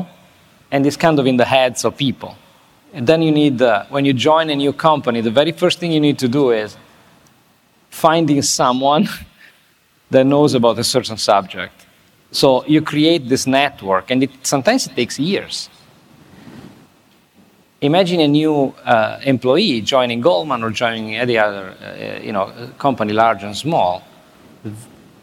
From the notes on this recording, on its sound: This interview was recorded at Fintech Nexus USA in New York City on May 10. This interview was recorded at Fintech Nexus USA in New York City on May 10.